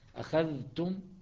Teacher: أما حفص فأخذتم بإظهار الذال، حفص أخذتم بإظهار الذال.